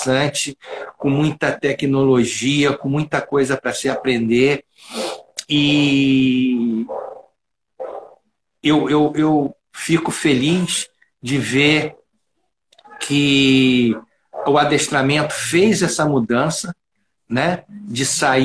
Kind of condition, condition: link, video call